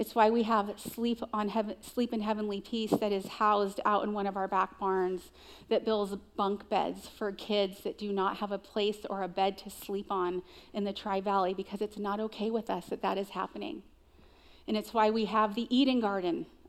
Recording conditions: live audience